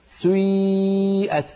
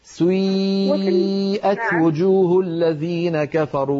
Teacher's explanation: تبدأين بضمة ثم تتبعينها بكسرة بعدها ياء خالصة